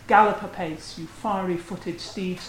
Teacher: The inverted foot, which begins the soliloquy, is a trochee, not an iamb. So it's stressed, unstressed, rather than unstressed, stressed, which we associate with the iamb. · So it's stressed, unstressed, rather than unstressed, stressed, which we associate with the iamb. So the stress is on the first syllable, gallop.